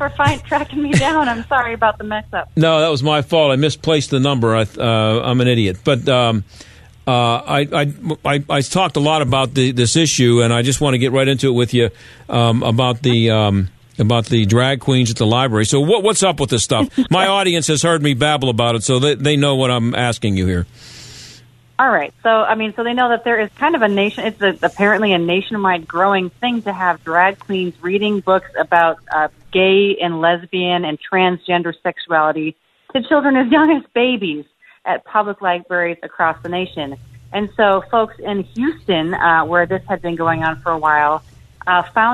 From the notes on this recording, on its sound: takes listener calls